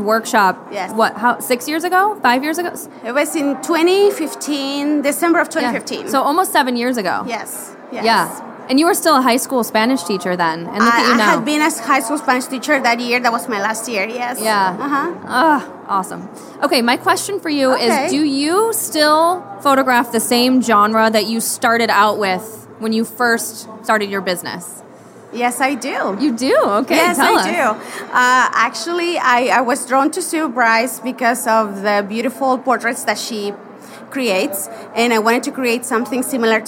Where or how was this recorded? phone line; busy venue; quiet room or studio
busy venue